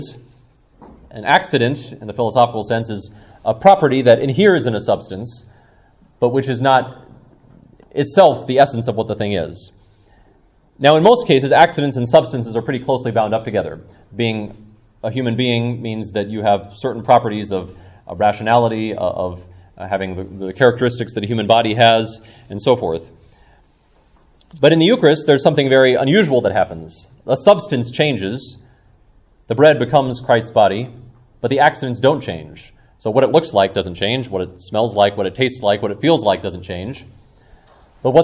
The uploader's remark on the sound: Talk given at Evangelium Ireland conference